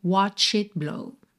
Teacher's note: Percebe que você não ouve o T de it, tá? Porque consoantes oclusivas, que aí estão pintadinhas de vermelho, podem aparecer mais, menos ou nada, certo?